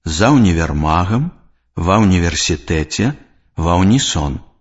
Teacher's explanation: У запазычаных словах розных значэнняў галосны «у» вымаўляецца як нескладовы.